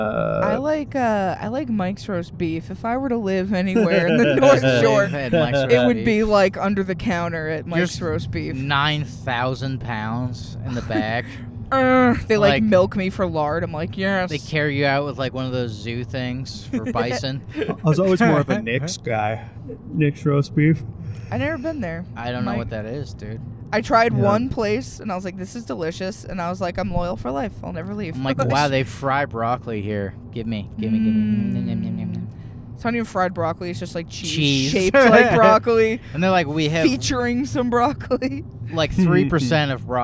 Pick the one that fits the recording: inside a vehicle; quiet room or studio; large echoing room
inside a vehicle